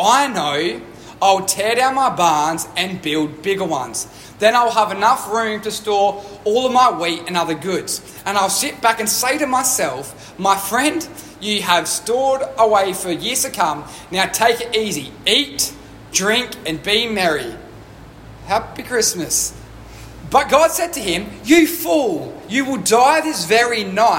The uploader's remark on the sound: Recorded live at One Heart Church.